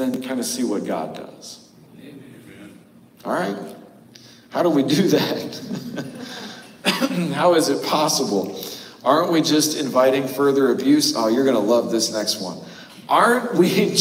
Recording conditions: echo